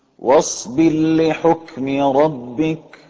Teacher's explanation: ندغم إدغاما كاملا للام مشددة دون أن يكون معها مزيد وقت، ما في داعي طبعا للإدغام غير غنة.